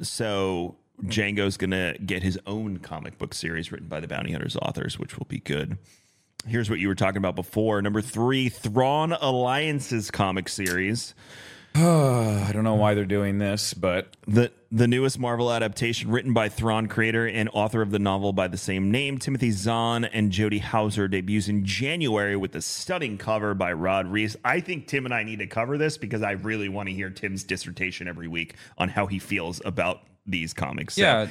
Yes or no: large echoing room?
no